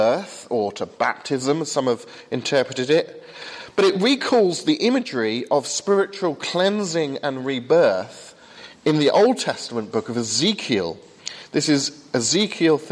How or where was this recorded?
large echoing room